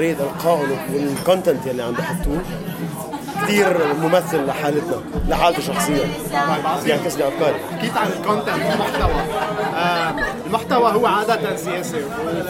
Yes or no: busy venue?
yes